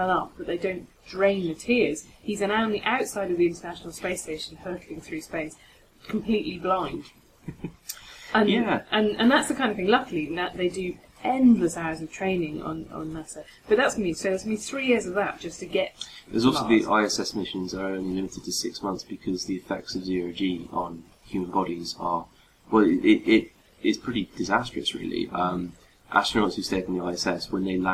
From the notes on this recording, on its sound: Apologies in advance for some audio quality issues with this week's podcast - gremlins got into the wires.